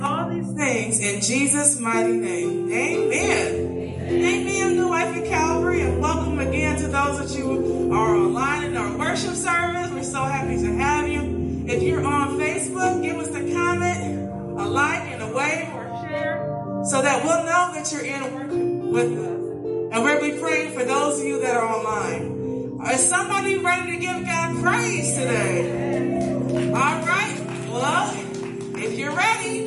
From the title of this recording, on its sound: Praise and Worship Service - Audio